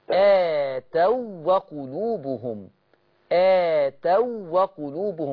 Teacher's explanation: مش عايزين نمطط صوت الواو